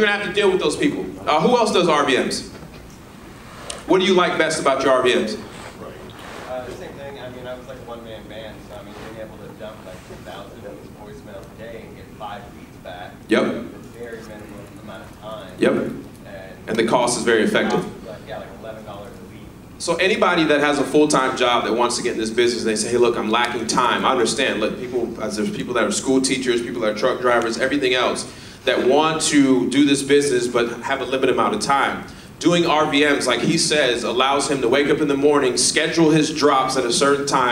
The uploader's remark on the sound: Real Estate RoundUp LIVE Keynote 2019